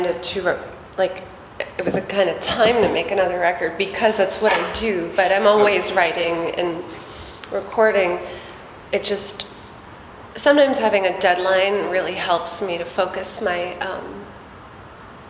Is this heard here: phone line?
no